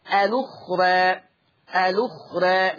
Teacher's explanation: الأخرى، الأخرى هتصير لما انقل حركة الهمزة هوديها للام، فتصير اللام مضمومة، الأخرى، الأخرى، لأنها طبعا بعد الراء ألف متطرفة فبقت مقللة قولا واحدة، الأخرى، هكذا. · Term: النقل